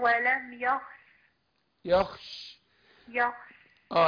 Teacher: انا وقفت على السكون بس بان التفشي اللي في الشين